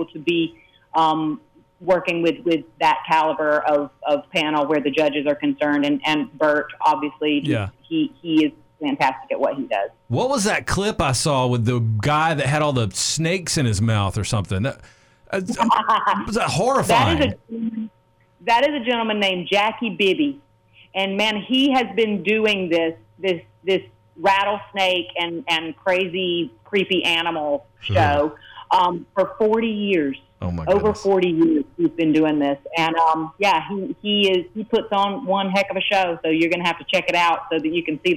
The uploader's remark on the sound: called in to chat